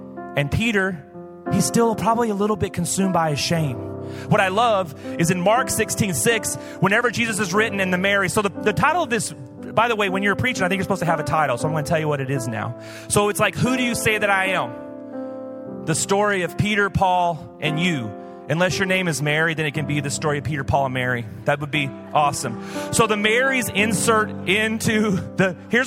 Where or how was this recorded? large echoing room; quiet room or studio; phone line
large echoing room